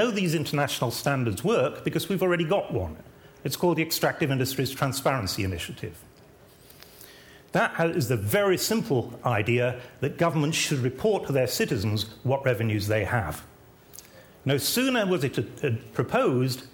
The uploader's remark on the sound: In a videotaped lecture.